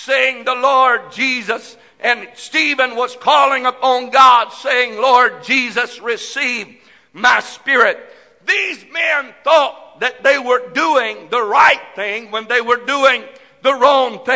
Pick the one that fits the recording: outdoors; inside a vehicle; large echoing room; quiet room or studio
large echoing room